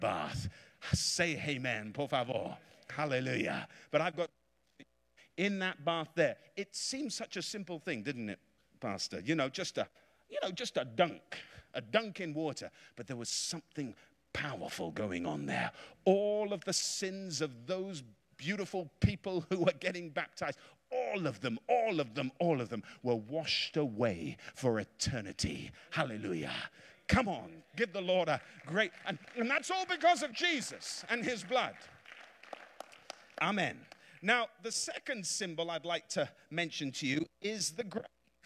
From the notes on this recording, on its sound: Preached in a revival meeting in Florida